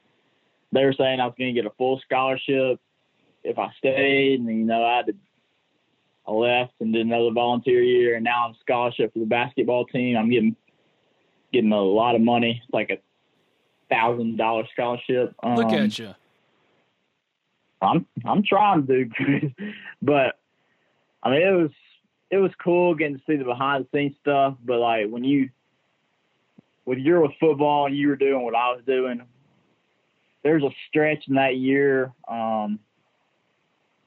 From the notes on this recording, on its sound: on the Modern Woodmen phone line